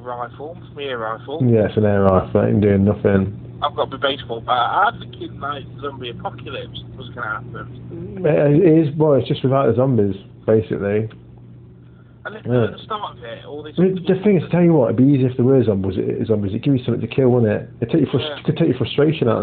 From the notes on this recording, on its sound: Corona Call. The only way back through this lockdown is via the good old telephone calls it appears.